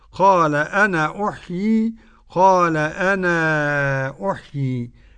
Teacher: أنا أحيي قرأ بإثبات الألف وصلا وقفا نافع، والباقون بالحذف، تصير عند قالون مد منفصل له القصر والتواصل.